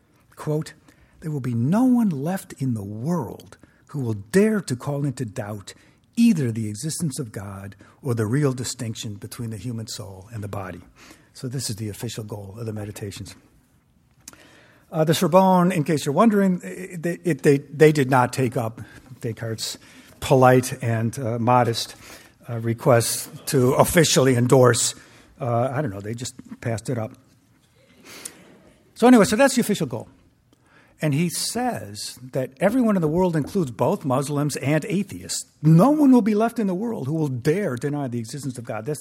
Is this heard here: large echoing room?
yes